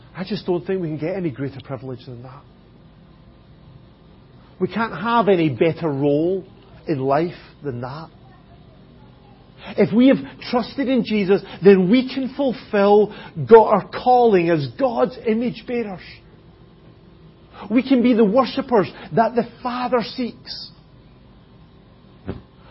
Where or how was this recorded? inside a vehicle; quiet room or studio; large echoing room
large echoing room